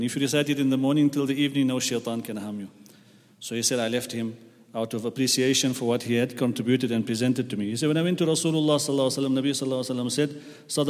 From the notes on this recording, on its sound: at the Houghton Masjid (West Street)